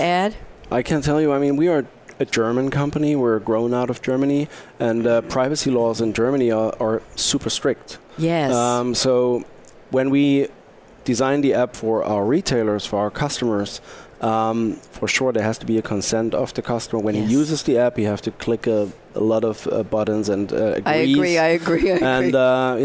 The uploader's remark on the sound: Live from Sap Sapphire Now 2017.